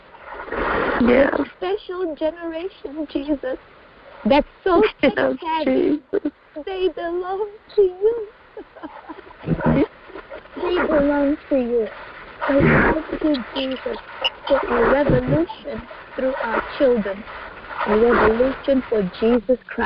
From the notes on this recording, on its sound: Phone/Internet Prayer Conference Call. We had technical difficulty which we think is now resolved for future calls.